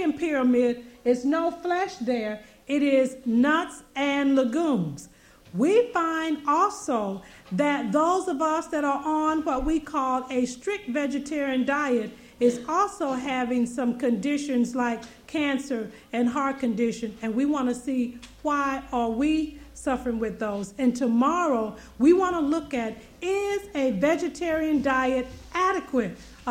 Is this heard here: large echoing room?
yes